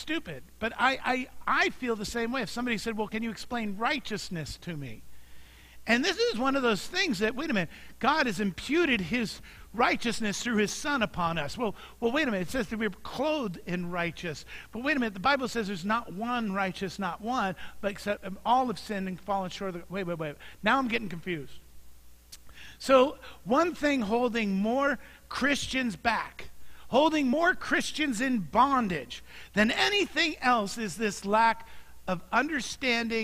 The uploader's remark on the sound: Mt. Zion Church Live!